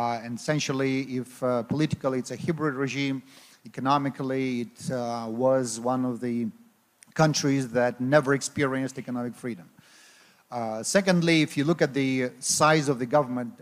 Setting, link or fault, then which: setting, live audience